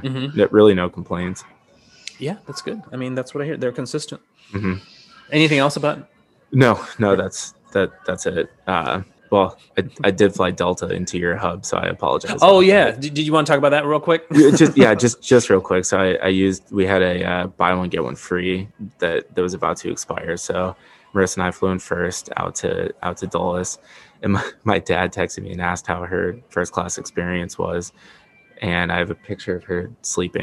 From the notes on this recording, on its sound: This episode was taped from Delta’s SkyClub at Detroit so enjoy (or excuse) the background noise!